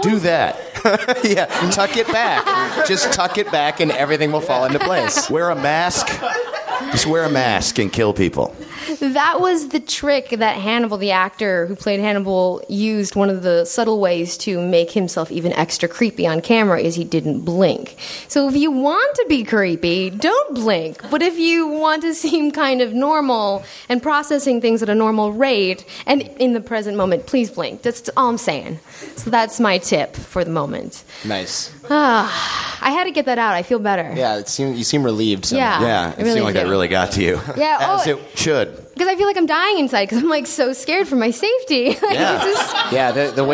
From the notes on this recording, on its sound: Live on stage at NerdMelt.